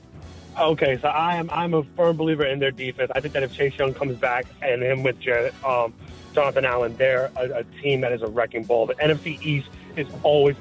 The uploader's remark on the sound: In studio. We open the phones.